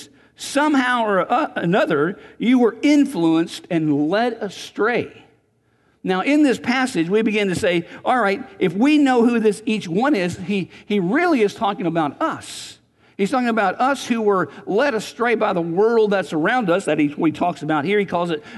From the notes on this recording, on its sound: Recorded on August 4, 2019 at Graceland Baptist Church in New Albany, Indiana.